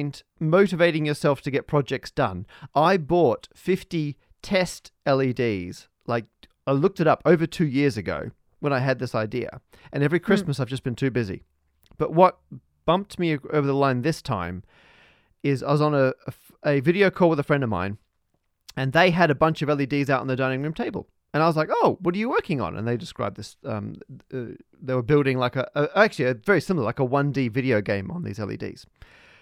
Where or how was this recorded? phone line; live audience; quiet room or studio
quiet room or studio